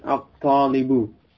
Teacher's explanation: lam pada alif lam itu masuk ke huruf sesudahnya, yaitu huruf ta · Term: idgham